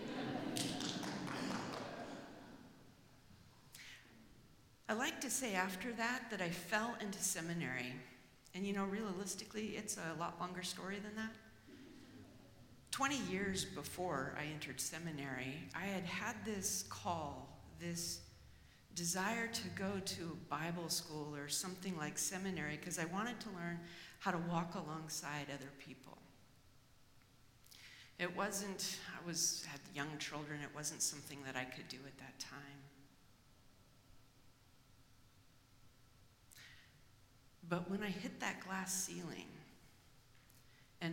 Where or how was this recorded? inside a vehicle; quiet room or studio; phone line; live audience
live audience